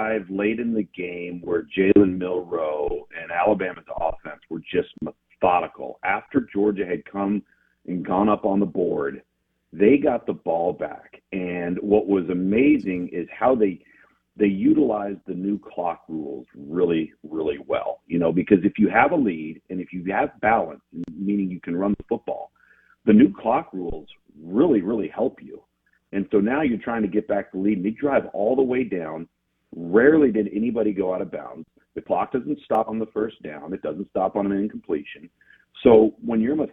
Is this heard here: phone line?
yes